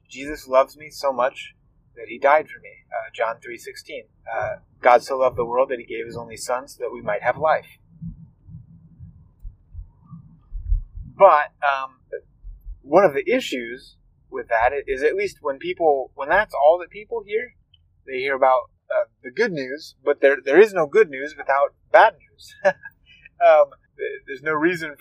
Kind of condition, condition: setting, inside a vehicle